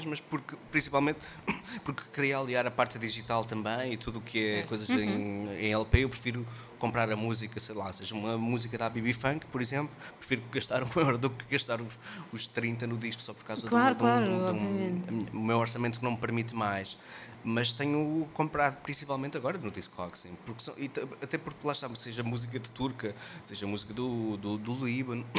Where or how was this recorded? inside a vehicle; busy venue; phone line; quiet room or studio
busy venue